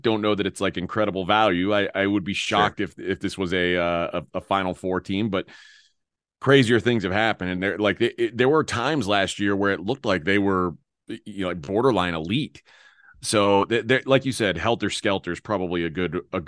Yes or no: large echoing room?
no